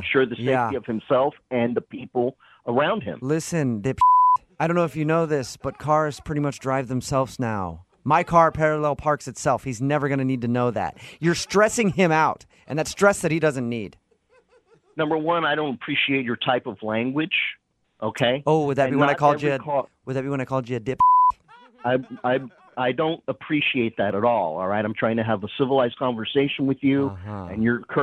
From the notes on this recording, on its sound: Phone Tap. MOViN925.